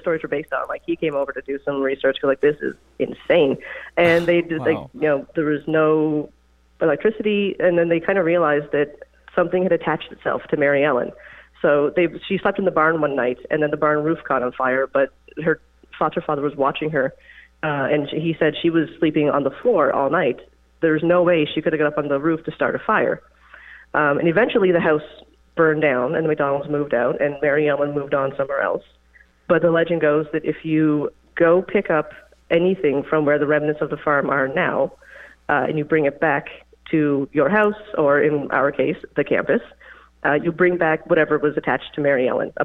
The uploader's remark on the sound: Listener Phone Call Extravaganza